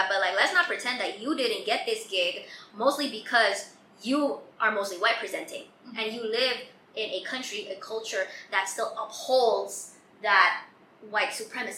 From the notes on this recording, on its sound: the audio for this episode, is ALSO as bad as the last episode